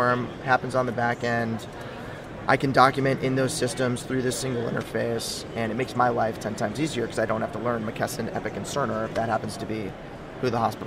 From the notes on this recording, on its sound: LIVE From #HIMSS17